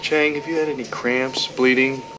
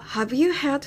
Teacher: Have の H が落ちて Have you had?みたいな感じに聞こえています